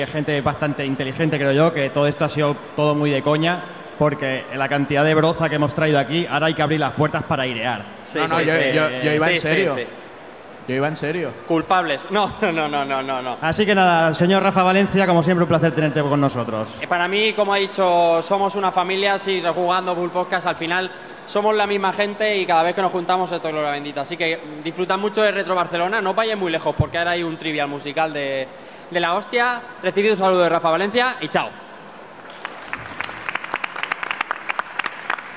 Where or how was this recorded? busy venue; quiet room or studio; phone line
busy venue